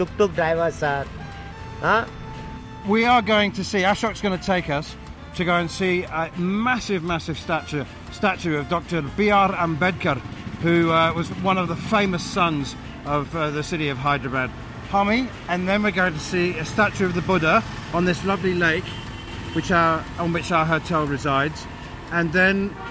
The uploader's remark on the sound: Live from the back of a Tuk-Tuk. Hyderabad.